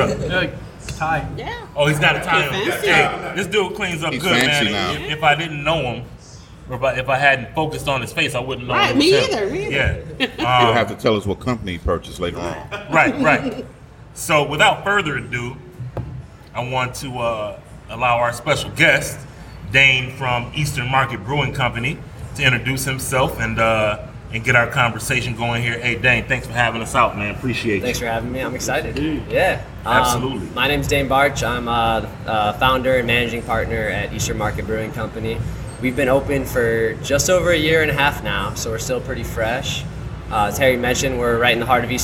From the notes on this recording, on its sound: Live from Eastern Market Brewing